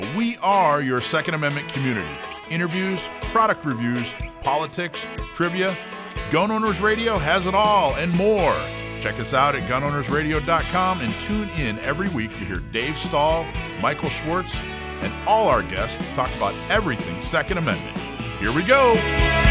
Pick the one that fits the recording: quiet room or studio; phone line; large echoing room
phone line